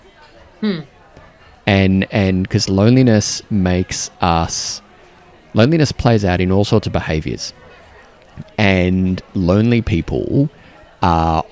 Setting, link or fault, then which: setting, busy venue